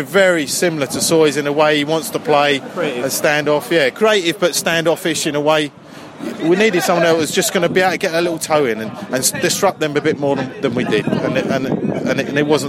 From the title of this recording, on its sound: post-match podcast from the pub